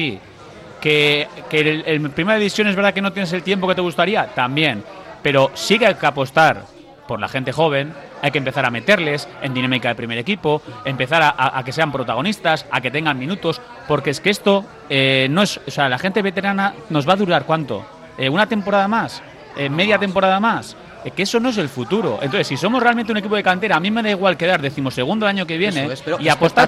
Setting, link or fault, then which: setting, busy venue